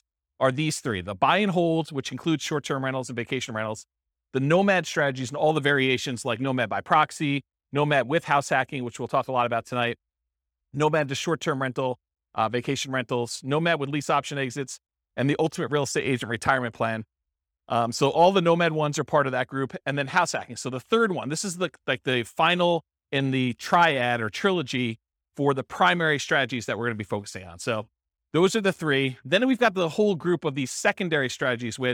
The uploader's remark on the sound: This was a live class recorded.